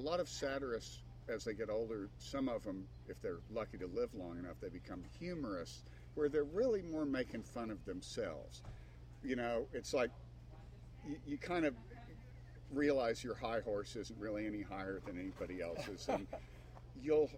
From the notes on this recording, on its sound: recorded at Starwood Festival XXX on Wisteria Campgrounds